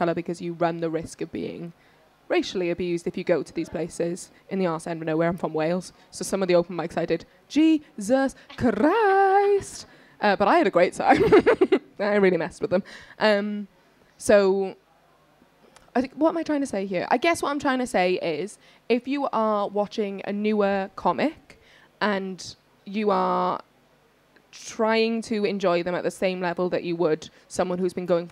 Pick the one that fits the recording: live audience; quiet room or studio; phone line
live audience